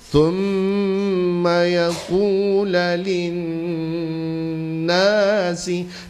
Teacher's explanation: Dia kasih dengung dulu, kasih gunnah.